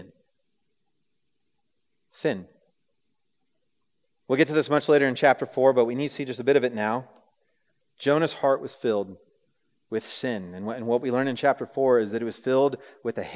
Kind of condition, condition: setting, live audience